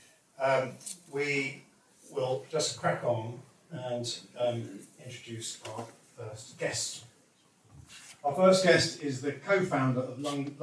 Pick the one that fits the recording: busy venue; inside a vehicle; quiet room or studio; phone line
busy venue